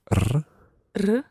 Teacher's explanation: you've got a slightly rolled R in there